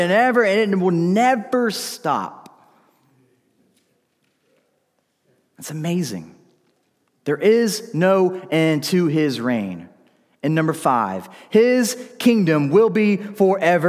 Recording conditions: large echoing room